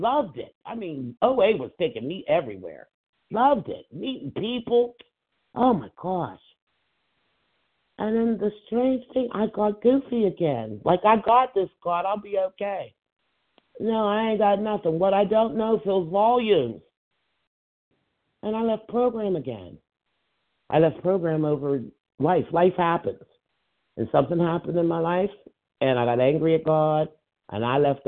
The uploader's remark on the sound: From the 100 Pounders Phone Meeting.